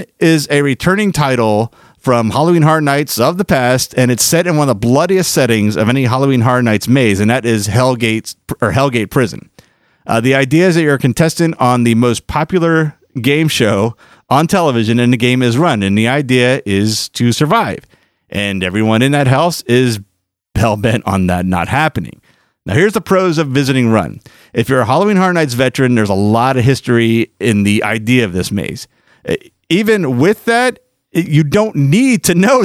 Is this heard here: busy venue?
no